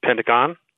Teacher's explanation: Every answer is a word containing the accented syllable pen.